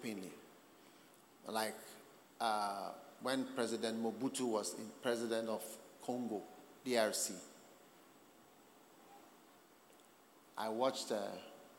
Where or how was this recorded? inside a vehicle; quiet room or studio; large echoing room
large echoing room